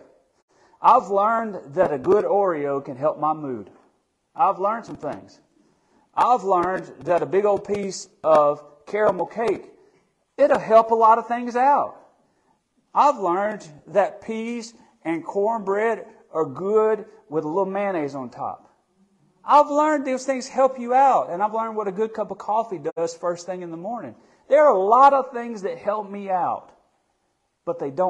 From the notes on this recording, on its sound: Midweek Bible Study that was recorded on March 1, 2023, at Friendship Baptist Church.